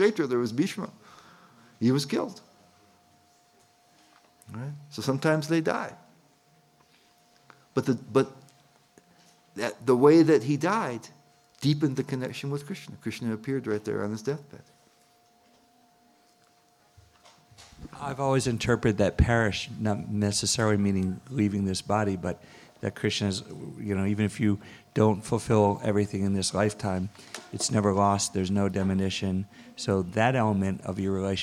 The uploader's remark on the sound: at the ISKCON of DC temple in Potomac, Maryland